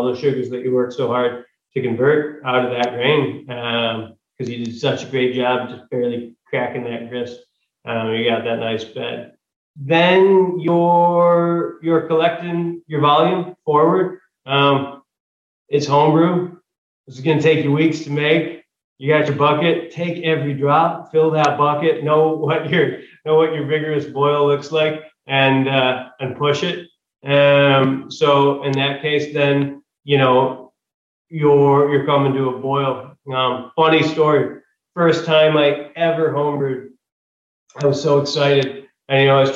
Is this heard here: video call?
yes